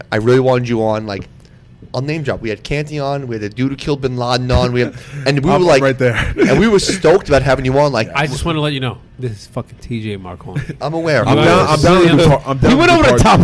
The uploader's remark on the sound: The show was recorded from the legendary Jack Demseys.